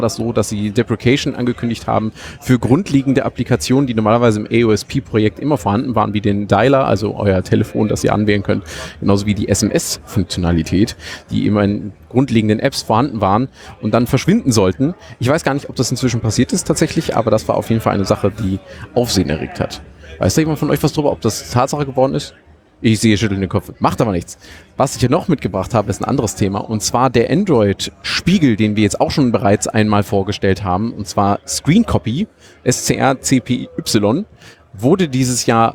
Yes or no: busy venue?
yes